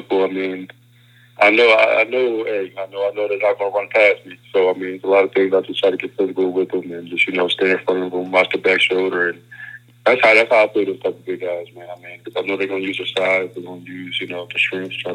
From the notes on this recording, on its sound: hop on the phone